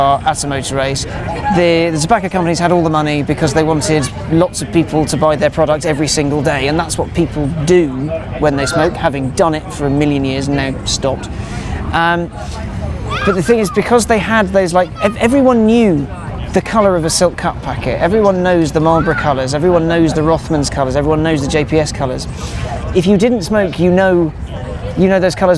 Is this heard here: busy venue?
yes